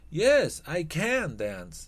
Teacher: tenemos que ponerle la entonación fuerte en el auxiliar · Term: énfasis